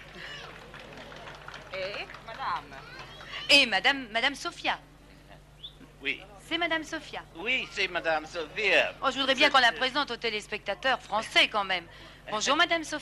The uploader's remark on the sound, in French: La Grande Librairie est en direct du Festival de Cannes.